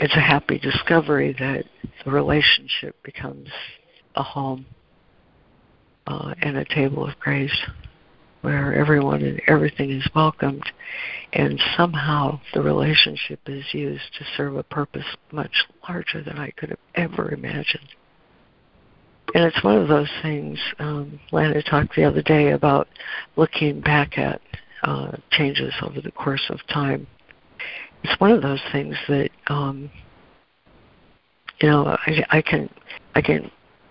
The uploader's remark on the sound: ACIM Daily Conference Call